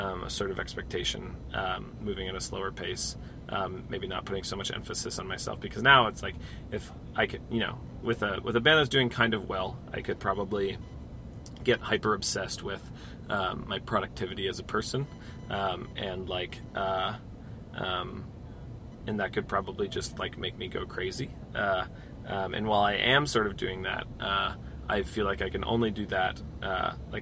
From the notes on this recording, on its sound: Was in NYC on tour and had some time to hang out in the van to chat. You may hear some doors opening/closing, cell phone beeps, sirens.